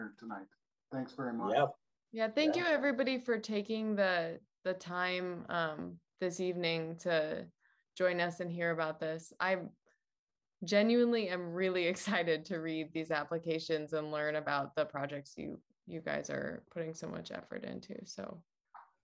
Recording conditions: video call